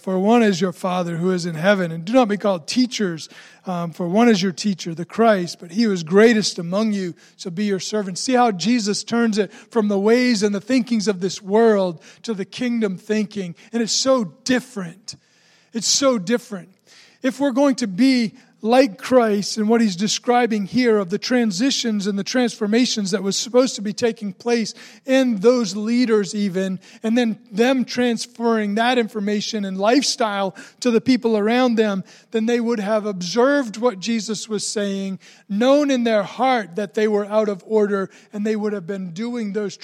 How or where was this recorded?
large echoing room